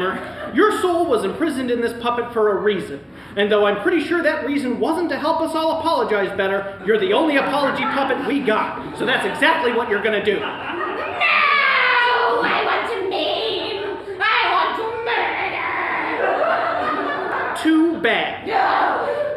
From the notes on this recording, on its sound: The live audience at Tacoma Little Theatre gets to choose the fate of our heroes. Live recording of SPACIES!